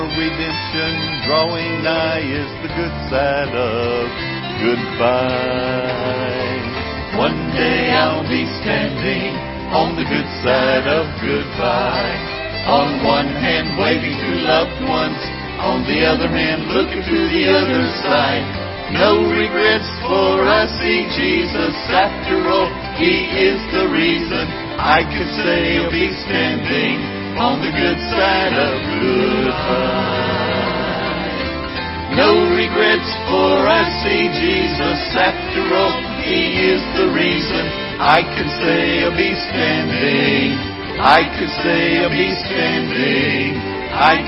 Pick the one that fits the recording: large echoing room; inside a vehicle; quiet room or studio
large echoing room